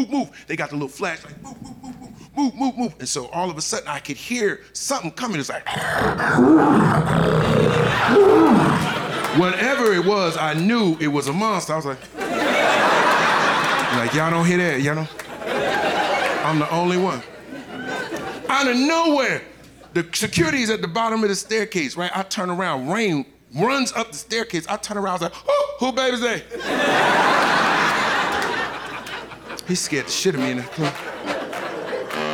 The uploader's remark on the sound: Performs live from Tribeca.